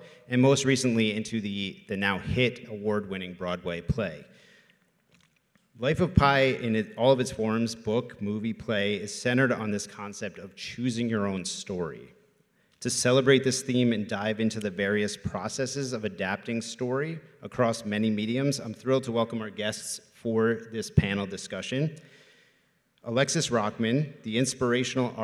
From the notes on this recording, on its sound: This week's episode of Box Office Culture was recorded LIVE in our Black Box auditorium.